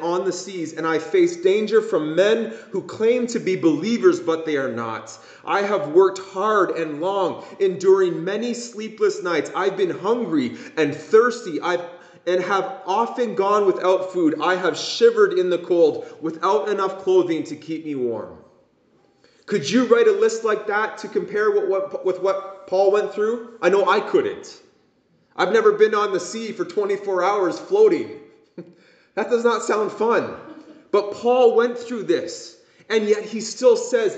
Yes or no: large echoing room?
yes